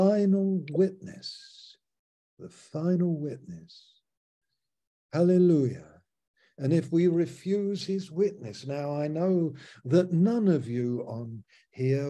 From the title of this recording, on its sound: Malaysia Meets (Zoom)